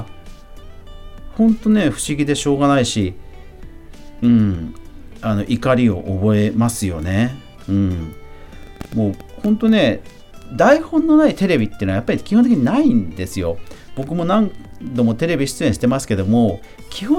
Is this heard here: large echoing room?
no